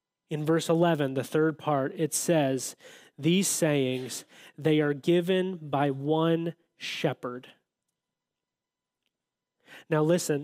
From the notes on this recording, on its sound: audio from New City Church in Champaign-Urbana, IL